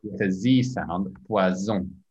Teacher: The tongue is, you have to focus on your tongue. With the z, there's a more vibration in the tongue.